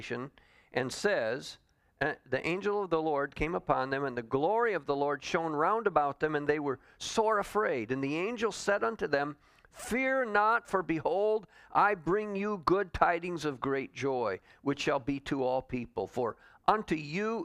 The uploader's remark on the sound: Calvary Assembly of God live Stream